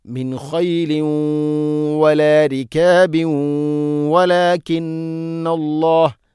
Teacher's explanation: ഇവിടെയൊക്കെ ഇത് ഗംബിഗുന്നയാണ്. തൻവീനിനെ വ എന്ന അക്ഷരത്തിലേക്ക് കൂട്ടിലയിപ്പിച്ച് മണിച്ചുകൊണ്ട് ഉച്ചരിക്കണം.